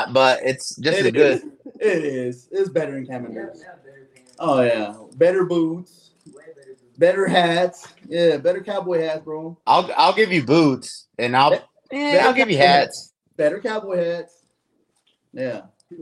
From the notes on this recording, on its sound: This episode was recorded with no mics so please excuse the quality.